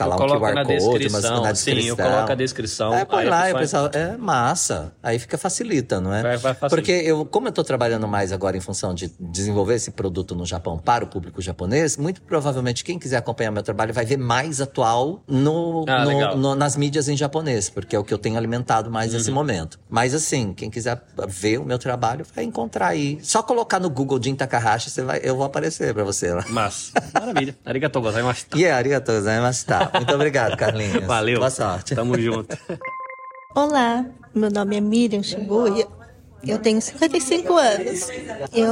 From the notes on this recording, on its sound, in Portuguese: As entrevistas foram gravadas no dia 16 de Junho no Create Hamamatsu durante exposição organizada pelo grupo.